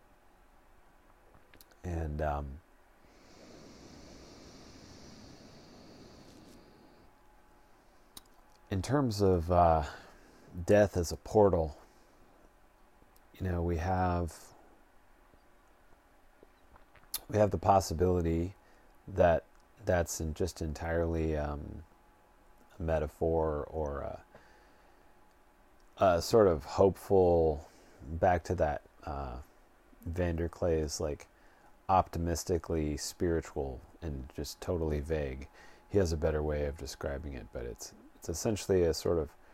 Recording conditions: sounds in the background